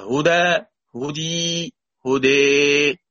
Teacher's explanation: يبقى الفتح أدي أول درجة، وعكسها كسر وياء، فتح وألف عكس كسر وياء، وبينهما الإمال، وبينهما النطق بين الألف والفتحة وبين الكسرة والياء بينهما الإمال. فإذا اقتربت الإمالة من الياء تسمى إمالة كبرى، يعني أميل في الألف تجاه الياء والكسرة أكبر ما يكون.